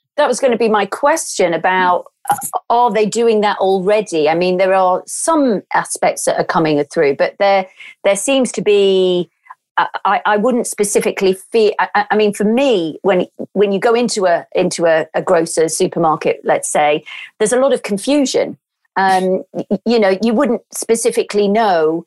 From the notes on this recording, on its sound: Our podcasts are currently being recorded purely via online conferencing platforms, we apologise for any minor sound quality issues.